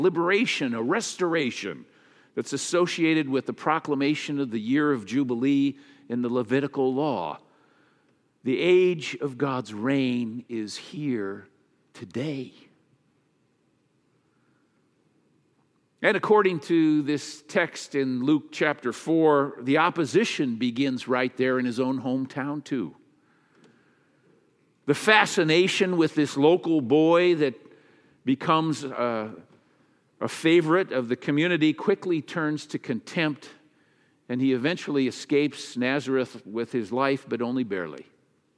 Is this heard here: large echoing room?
yes